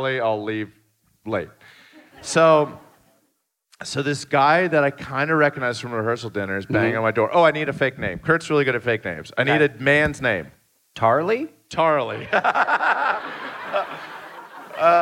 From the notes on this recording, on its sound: Live from Atlanta. Live podcast in Atlanta!